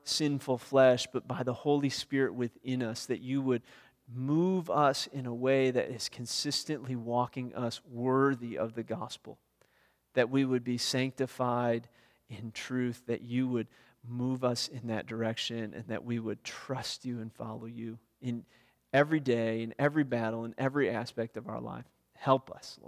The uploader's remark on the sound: Weekly teaching audio brought to you by First Baptist Church, Darlington, WI.